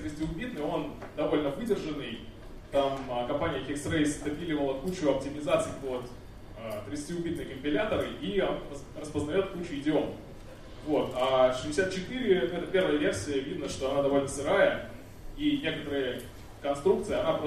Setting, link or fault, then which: setting, live audience